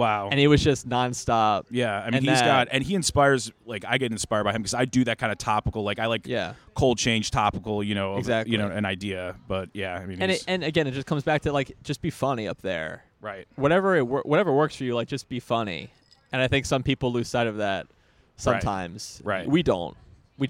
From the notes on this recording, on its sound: Was recorded outside the comedy open mic at Fells Point Tavern.